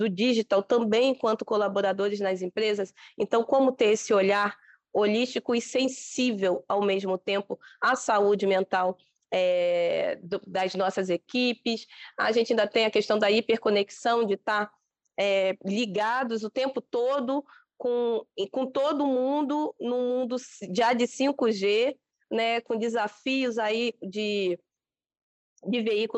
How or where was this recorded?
video call